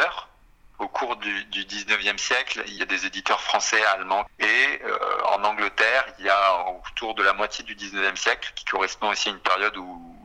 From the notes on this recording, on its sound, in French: Cette émission fut réalisée à partir d’un entretien téléphonique